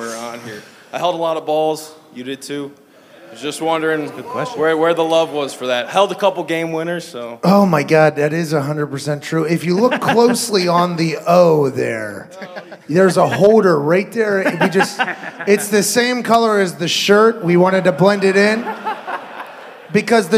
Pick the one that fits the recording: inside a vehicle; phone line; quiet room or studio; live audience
live audience